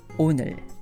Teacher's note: by the end of saying the word 오늘, you should find your tongue right behind your upper teeth.